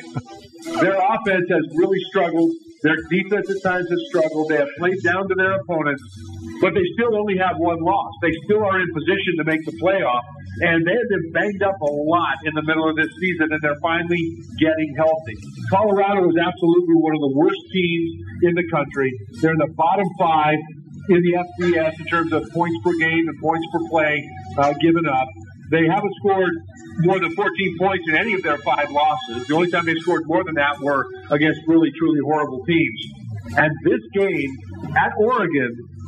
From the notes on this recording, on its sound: Live from The Cosmopolitan of Las Vegas.